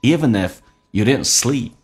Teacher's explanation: 记住 even 是长元音 E，嘴角咧到极限